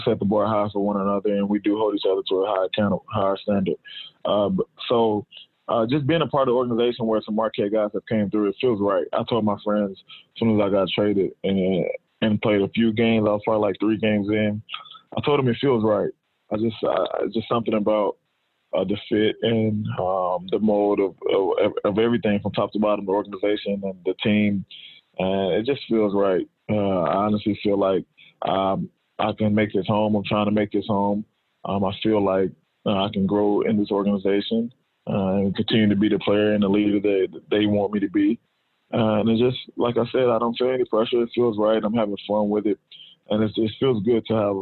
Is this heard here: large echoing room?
no